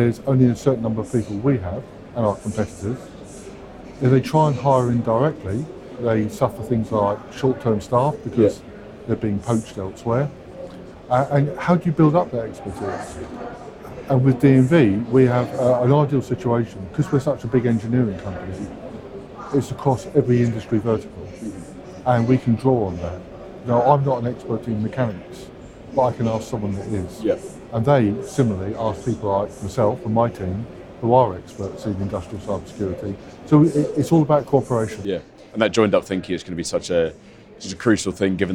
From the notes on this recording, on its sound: dropped by the Energy Voice stand on day two of the All-Energy conference in Glasgow